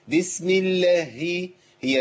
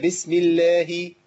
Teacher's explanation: حضرتك بتضغطي على مخرج الهاء فبتجيبي هاء ساكنه قبل المتحركه · Shown in: first take